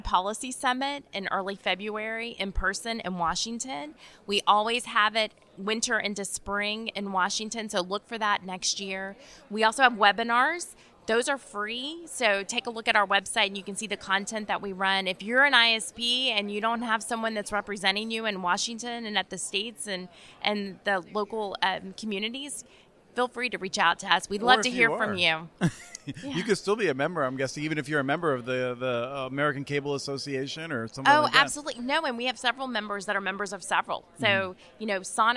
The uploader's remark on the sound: This week on the podcast, while attending the 2022 Broadband Communities Summit in Houston earlier this month